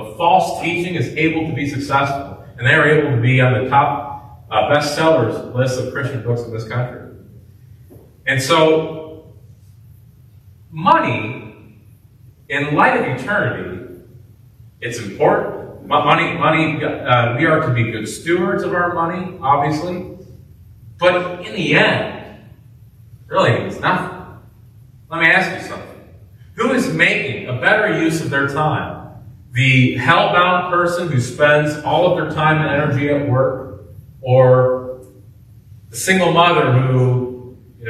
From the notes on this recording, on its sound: preached at Grace Baptist in Tiffin, Ohio